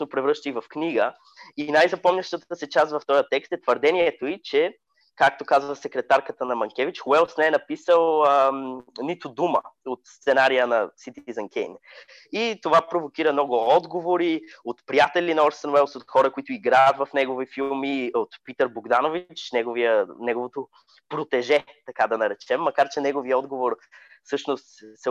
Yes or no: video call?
yes